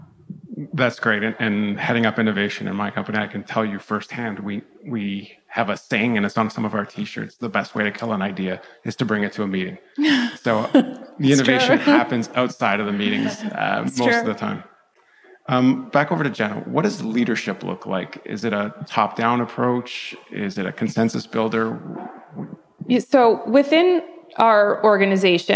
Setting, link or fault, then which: setting, busy venue